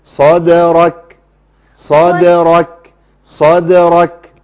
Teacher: اخلص ده تبقى ايه، صدرك صدرك صدرك، يبقى محتاجه مني ص تبويزه بسيطه، بس بلاش تبويزه البيت، صد ابتسامه بسيطه، صدر تبويزه عشان الراء، صدرك عند الكاف اعمل ابتسامه عشان اخلص الكاف الايه المرقق